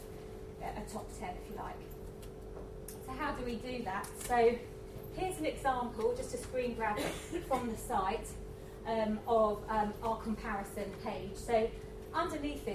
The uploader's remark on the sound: A lunchtime lecture